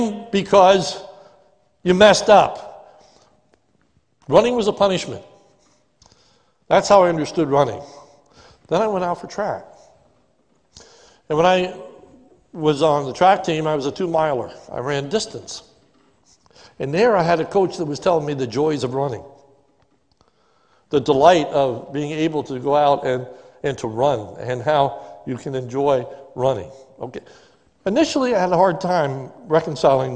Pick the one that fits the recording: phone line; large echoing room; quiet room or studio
large echoing room